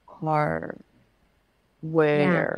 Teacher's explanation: So the vowel is clean. You're not coming up with the R before you pronounce the vowel.